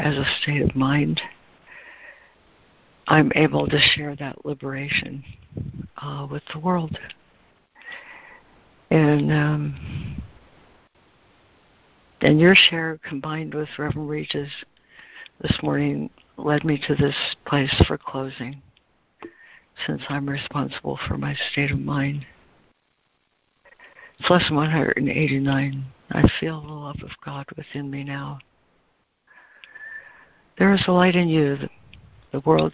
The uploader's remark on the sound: ACIM Daily Conference Call